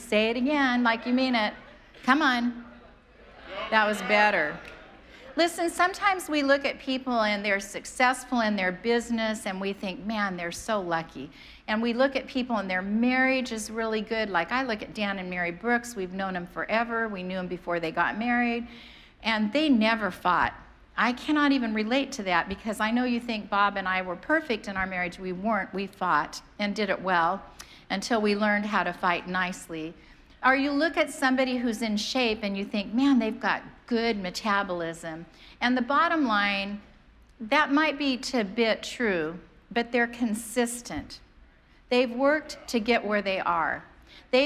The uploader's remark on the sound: preached on January 2nd at the 11:30AM service